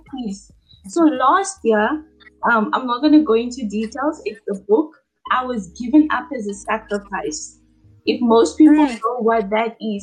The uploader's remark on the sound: We apologize for the quality of this recording but we trust the message is clear.